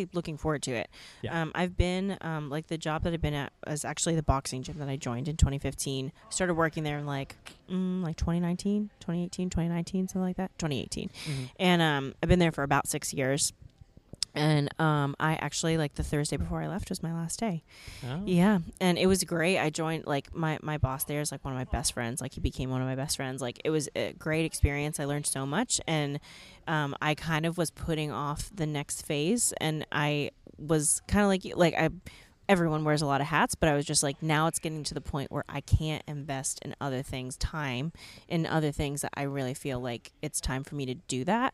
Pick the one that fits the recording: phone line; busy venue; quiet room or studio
busy venue